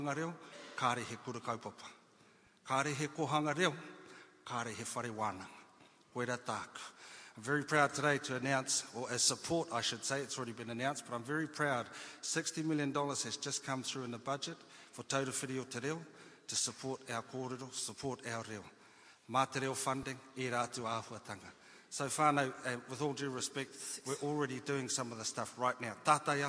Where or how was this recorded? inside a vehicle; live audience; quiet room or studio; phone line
live audience